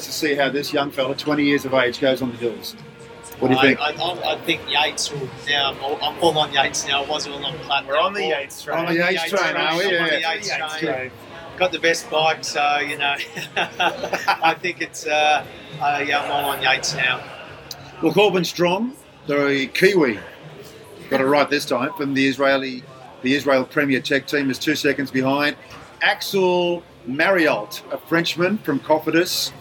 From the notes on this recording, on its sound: We're live again from the Hilton Adelaide and the 2024 Tour Down Under.